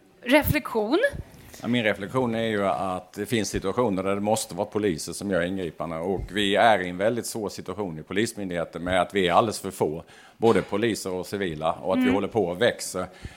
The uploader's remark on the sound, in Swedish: live från öjn och Almedalen